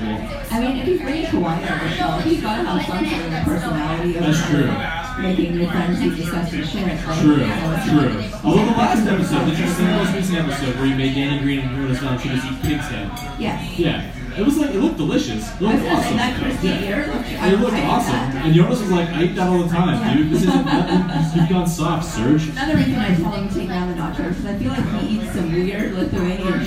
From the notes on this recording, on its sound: For a live podcast recorded at Odds Bar in Hamilton, ON. Apologies for the very "recorded in a bar" audio quality.